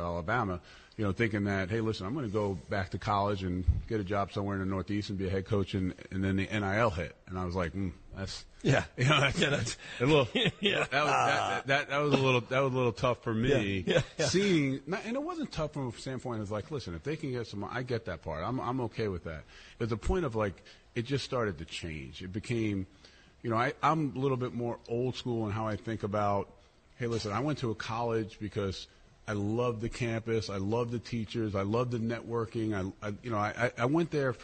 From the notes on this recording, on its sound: live from Oheka Castle